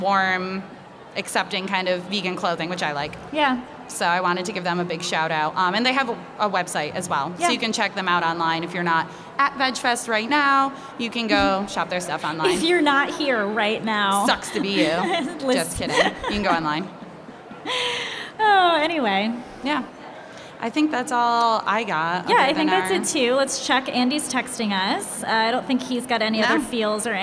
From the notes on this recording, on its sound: Live at Hudson Valley Vegfest! We're going live with our very first in front of an audience of humans recorded episode.